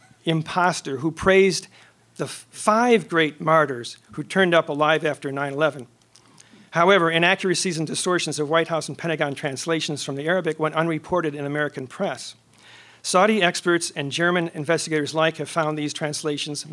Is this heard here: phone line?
no